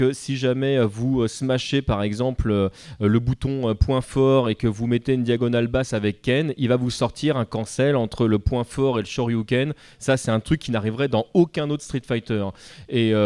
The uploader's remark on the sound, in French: Cycle de conférences enregistré du 26 au 28 Avril 2013 lors du Stunfest à Rennes